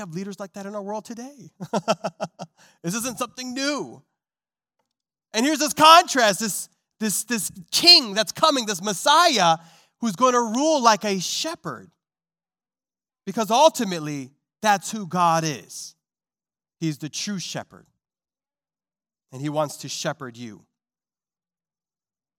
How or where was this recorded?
large echoing room